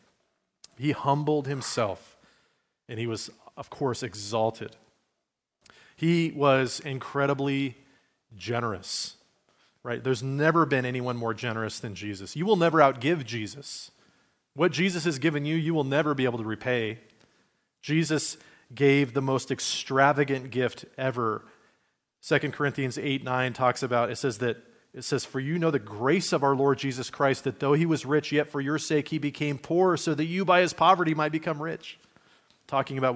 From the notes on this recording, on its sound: Message given at Liferoads Church in Spokane, Washington, on Sunday, March 26, 2023.